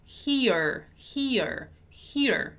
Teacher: We still have the long E sound, but then it kind of falls, right?